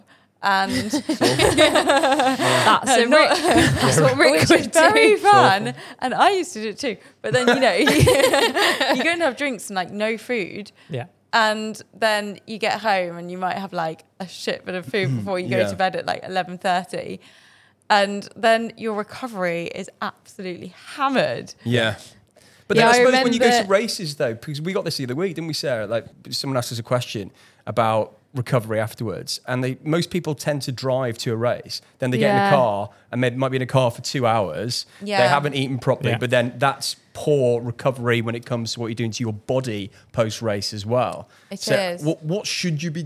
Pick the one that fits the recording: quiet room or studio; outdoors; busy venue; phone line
busy venue